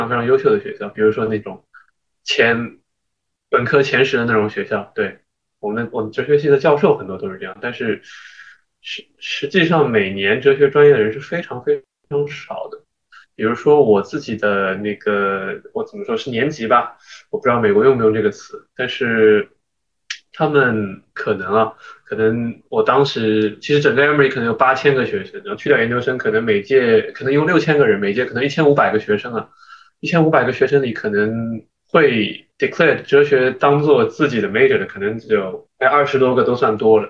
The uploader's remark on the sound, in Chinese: 本期节目为线上录制